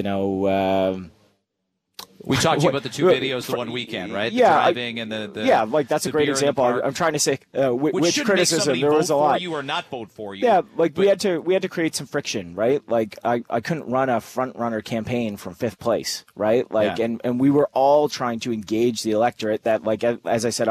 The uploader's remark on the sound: On location at Toronto City Hall